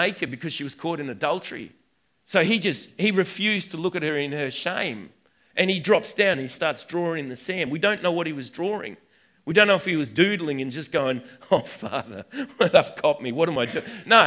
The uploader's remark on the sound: recorded on 08/09/2019 at the 11am gathering at River Edge